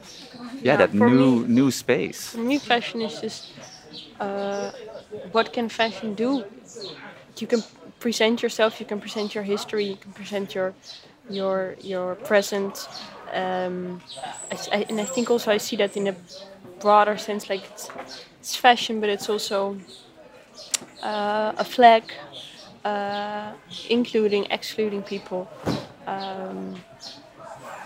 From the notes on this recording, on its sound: We end up in the courtyard of a fabric store in wholesale district Derb Omar. Apart from the background noise an interesting context for our conversation.